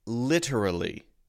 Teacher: a lot of people will say this with the light D sound instead of the T sound